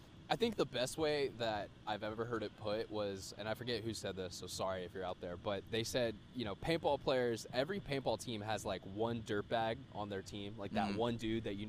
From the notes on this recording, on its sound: Hold the first-ever remote location recording, coming to you live from a field In Chicago where the NXL is holding its latest major event, NXL Windy City Major 2023.